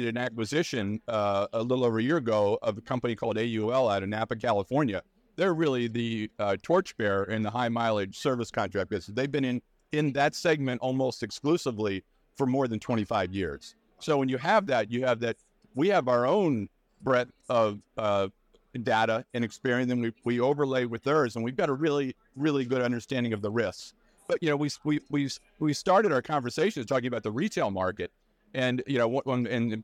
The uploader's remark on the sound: "Live" from NADA 2024